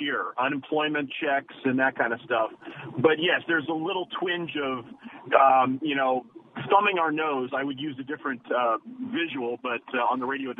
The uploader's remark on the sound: We open the phones